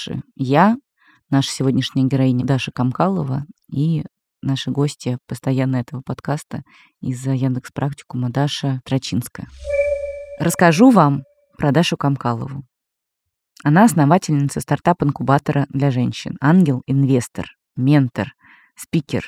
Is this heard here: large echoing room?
no